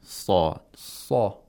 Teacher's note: Okay, the root of the tongue goes up toward the pharynx. You have this deep sound in the throat when pronouncing sawd. · Term: pharyngealization